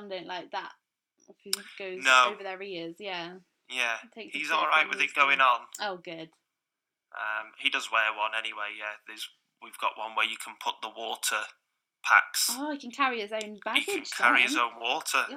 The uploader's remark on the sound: It’s the first ever podcast we’ve recorded and we had a few teething issues with the audio quality for which we can only apologise. We’ve done what we can in editing.